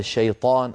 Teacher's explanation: الطاء يجب أن تكون مفخمة